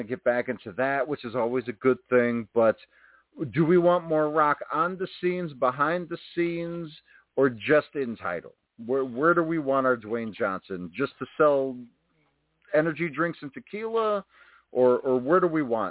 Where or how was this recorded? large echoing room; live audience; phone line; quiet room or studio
phone line